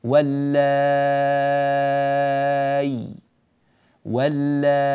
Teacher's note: أن تبدل الهمزة ياء ساكنة مع المد 6 حركات